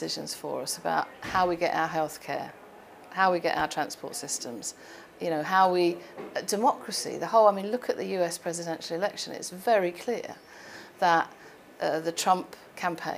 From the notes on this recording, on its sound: Recorded as part of World Summit AI 2018